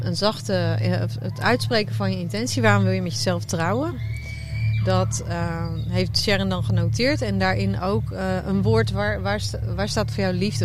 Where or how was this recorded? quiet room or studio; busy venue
busy venue